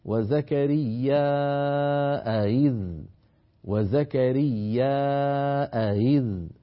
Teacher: همزة إذ عند وصلها تكون مسهلة يعني بين الهمزة وبين الياء